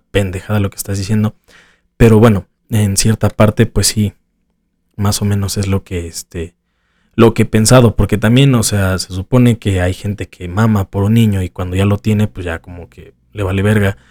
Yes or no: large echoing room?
no